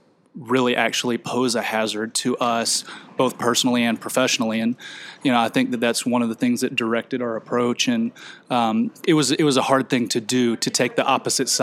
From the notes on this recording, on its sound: The Oxford Debate from APTA Next Conference. LIVE from the NEXT Conference in Chicago.